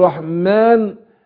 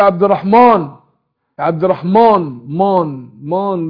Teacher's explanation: انا برقق الميم والالف بعدها · Shown in: first take